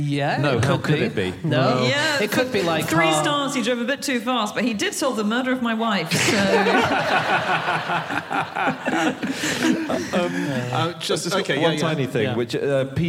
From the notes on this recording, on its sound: Live from Newcastle